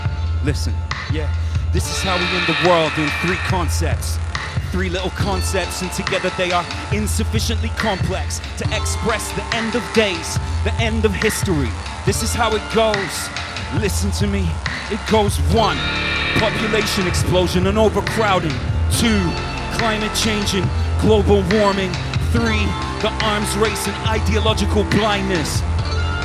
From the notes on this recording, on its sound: We broadcast a special extended 6 hour live event from London's Rye Wax.